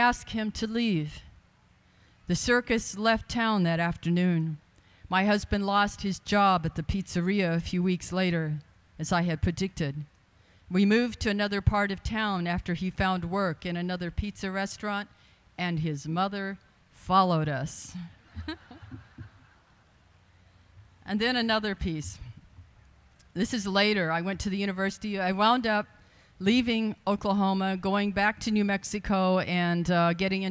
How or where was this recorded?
live audience